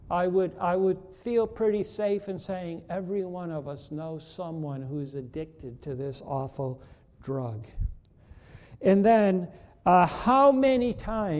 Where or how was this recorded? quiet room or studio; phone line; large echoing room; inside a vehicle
large echoing room